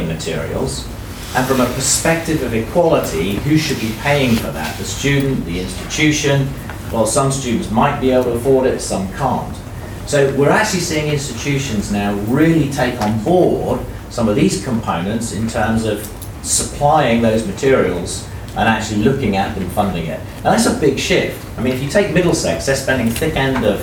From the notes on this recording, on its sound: Recorded at Futurebook. Recorded at ‘Edtech for publishers’ at FutureBook '16.